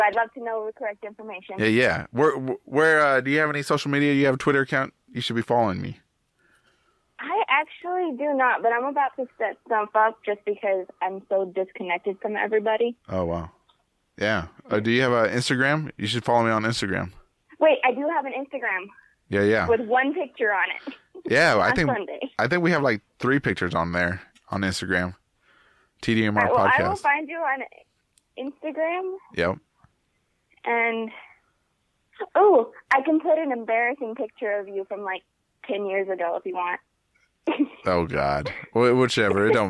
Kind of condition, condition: link, phone line